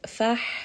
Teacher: ha is going to be from the middle of the throat.